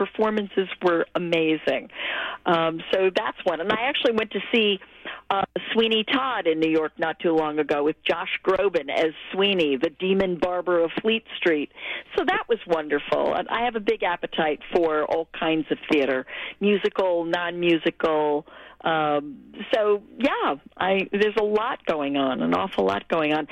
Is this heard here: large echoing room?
no